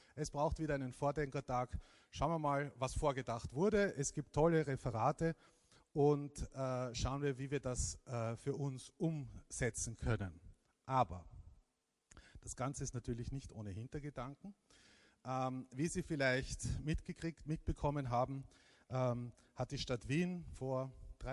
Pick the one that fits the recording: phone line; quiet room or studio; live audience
live audience